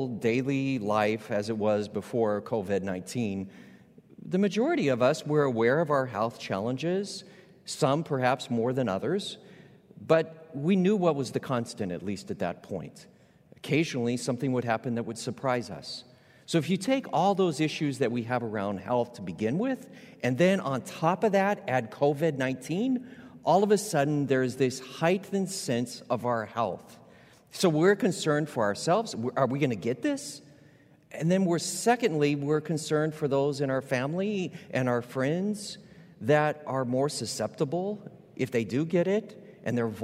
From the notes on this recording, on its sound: Recorded live at Beatitudes Church in Phoenix, AZ.